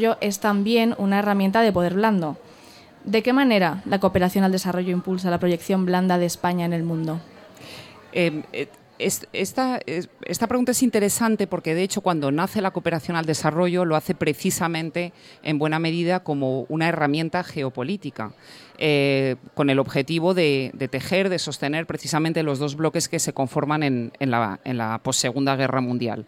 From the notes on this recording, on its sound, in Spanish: En directo desde la Feria del Libro de Madrid, aprovechamos que estamos rodeados de cultura.